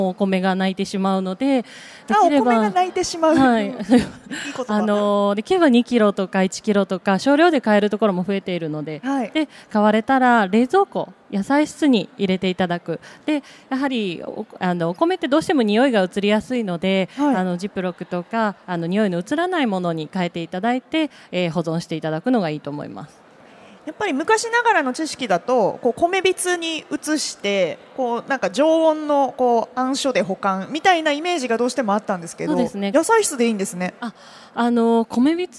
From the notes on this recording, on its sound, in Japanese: CRAFT SAKE WEEK 2023 at ROPPONGI HILLSにて公開収録。